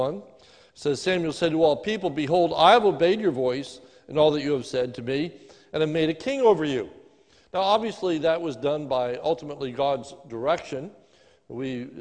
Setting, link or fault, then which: setting, large echoing room